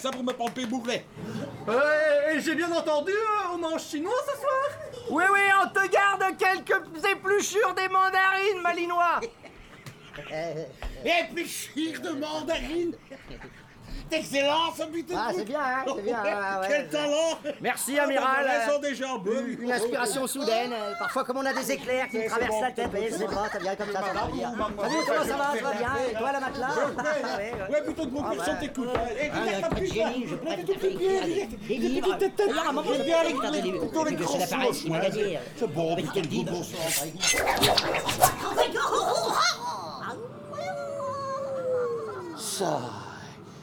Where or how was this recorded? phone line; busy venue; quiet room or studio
busy venue